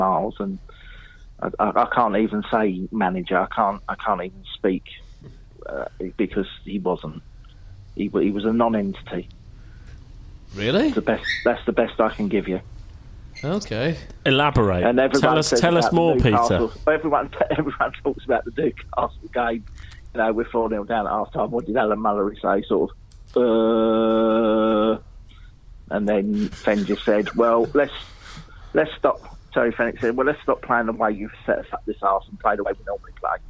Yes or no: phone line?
yes